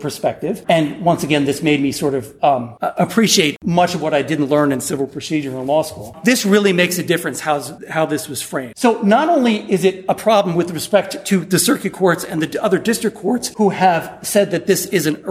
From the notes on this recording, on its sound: Recorded at the 2019 annual meeting of the Southeastern Association of Law Schools during a panel reviewing the year in healthcare financing.